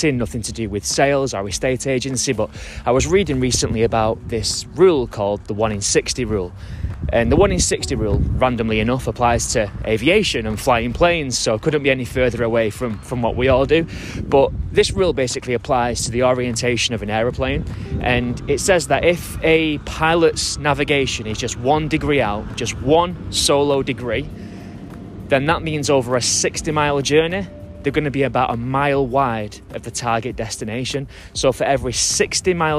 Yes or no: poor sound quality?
no